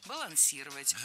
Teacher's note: А вот настоящая ошибка нашлась в глаголе «балансировать». Здесь неправильное ударение. Переставляем его на третий слог и получаем правильный вариант «балансировать».